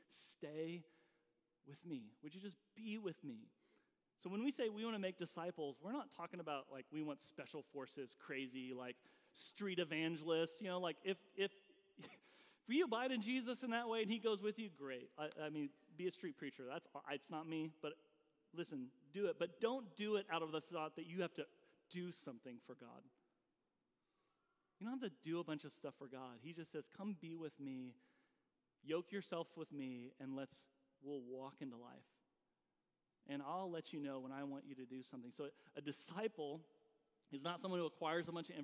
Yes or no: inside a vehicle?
no